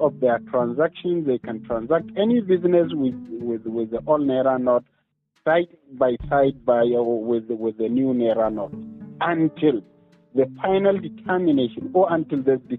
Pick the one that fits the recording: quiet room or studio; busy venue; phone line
phone line